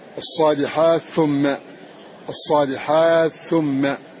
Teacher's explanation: الصالحات ثم إضغام التاء في الثاء